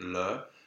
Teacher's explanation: le, with a schwa, which is the inner shape of open e with the lip shape of open o. It's the equivalent of the OE.